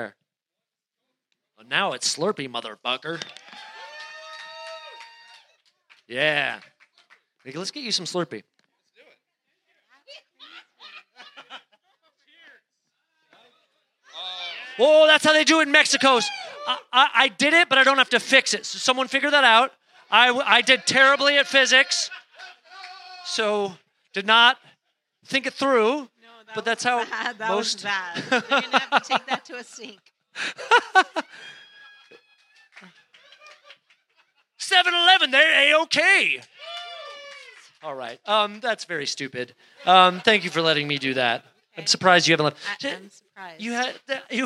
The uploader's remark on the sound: live interview, recorded at the Alamo Cinema, April 29, 2023